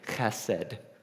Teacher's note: You got to get that guttural on the H there.